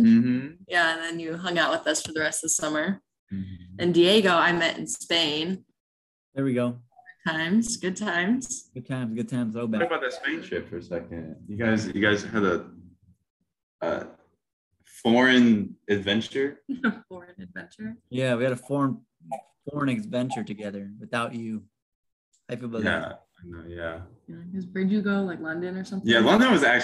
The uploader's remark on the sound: Sorry about it being short and poor audio we did it through zoom.